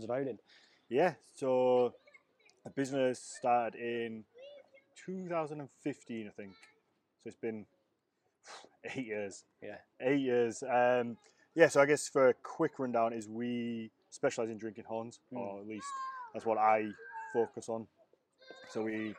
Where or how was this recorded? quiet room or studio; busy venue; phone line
busy venue